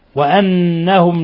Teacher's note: وأنهم حرف غنة مشدد يغن مقدار حركتين